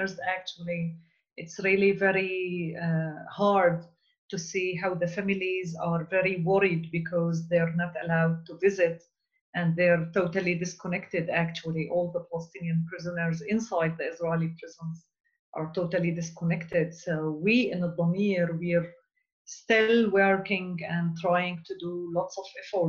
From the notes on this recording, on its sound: We will be speaking with our guests, one or several at a time, via Skype